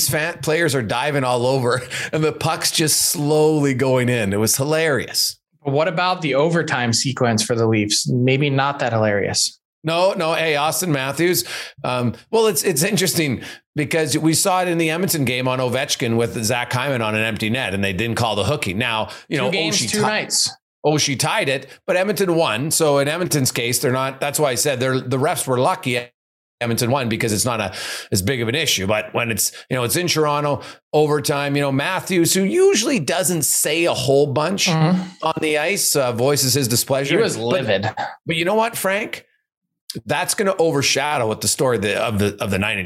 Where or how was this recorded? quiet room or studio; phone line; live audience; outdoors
quiet room or studio